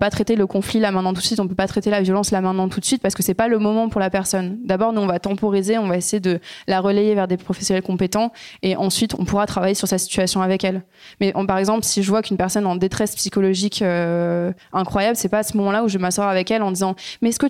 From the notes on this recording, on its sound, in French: Cet épisode a été enregistré le 13 septembre 2023 à La Marbrerie (Montreuil).